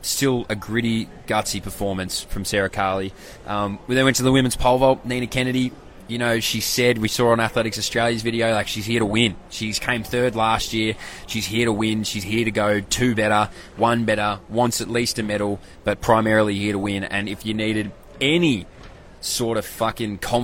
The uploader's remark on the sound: LIVE AT THE WORLD CHAMPS